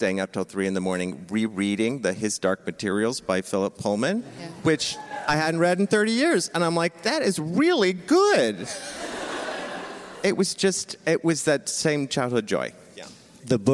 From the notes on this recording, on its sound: LIVE from Bookmarks! Four dynamic authors gathered to speak on a Book Club Favorites panel last month at the Bookmarks Festival of Books & Authors. The Bookmarks NC Festival of Books & Authors.